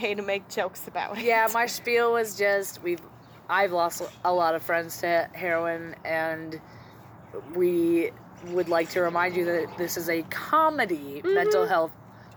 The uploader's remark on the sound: This episode was recorded outdoors.